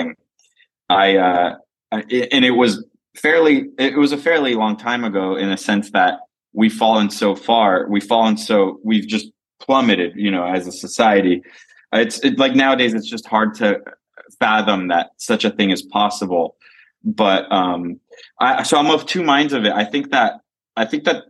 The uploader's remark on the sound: Recorded via Zoom at a Starbucks in somewhere in Miami.